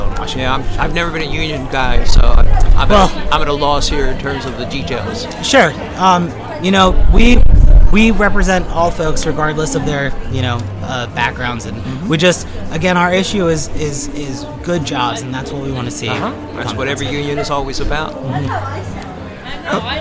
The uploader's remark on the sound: From Pa Cannabis Fest. Welcome to the fifth annual Cannabis Festival in Kutztown Pennsylvania, and meet some of the scores of vendors and thousands of attendees.